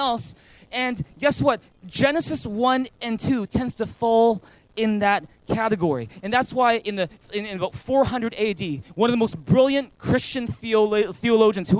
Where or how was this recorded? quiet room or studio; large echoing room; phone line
large echoing room